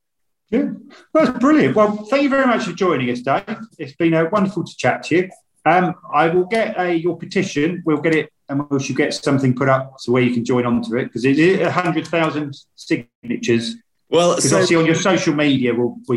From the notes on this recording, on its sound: on Zoom